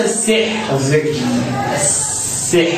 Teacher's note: ترقق الراء في حاله الوقف إذا كان قبلها كسر